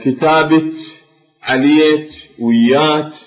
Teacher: كاف الخطاب للمؤنث سواء في حالة الوصل أو غيره أو الوقف يقلبونها إلى تش